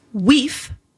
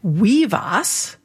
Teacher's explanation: you got the V sound when that F occurred between two voice sounds, like two vowels. · Shown in: second take